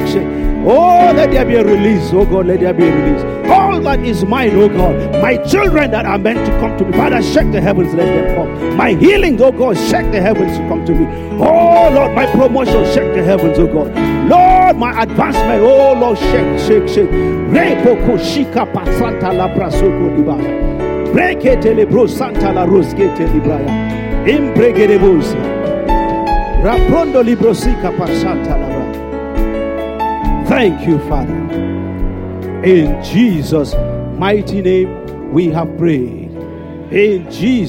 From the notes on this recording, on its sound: Sunday Service message. Fountain of Love, RCCG Aberdeen, UK.